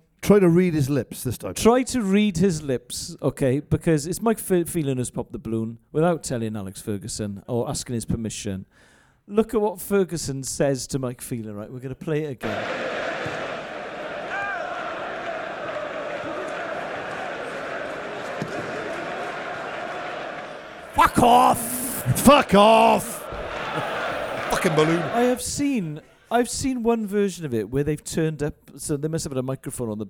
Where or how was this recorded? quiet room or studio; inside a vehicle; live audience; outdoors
live audience